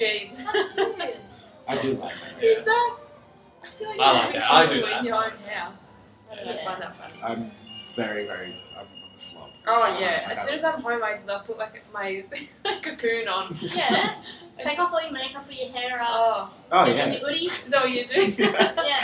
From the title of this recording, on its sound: LIVE from Melbourne Central